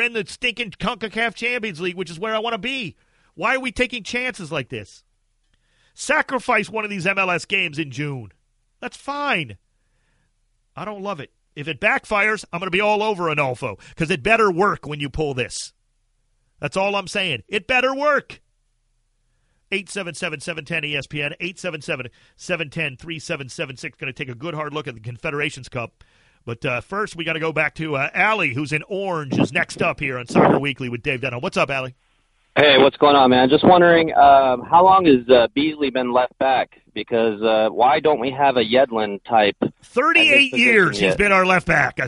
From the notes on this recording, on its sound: Listeners call in and give their thoughts on the match.